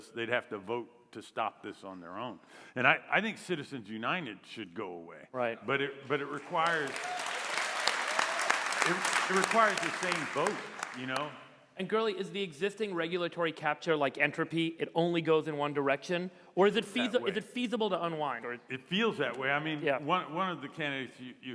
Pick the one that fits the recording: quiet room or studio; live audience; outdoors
live audience